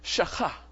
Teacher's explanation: it's almost like you're clearing the top of your throat · Term: guttural